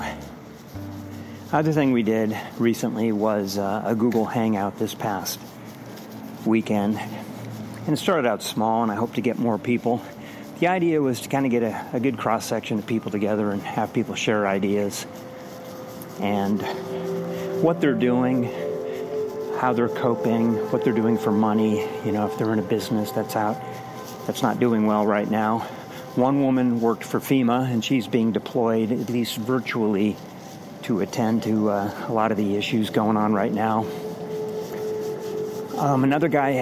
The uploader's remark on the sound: I was walking around a local park early one morning and started recording some notes into my phone as a way of documenting some ideas. Well, the first two recordings were just on my phone. Then, I switched to a professional mic... The recordings do get better over time.